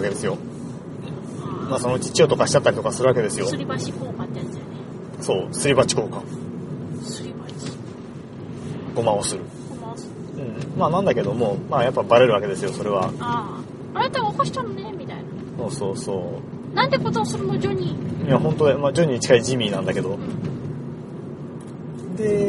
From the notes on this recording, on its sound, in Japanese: 映画「パッセンジャー」を観に行った帰り道での収録です。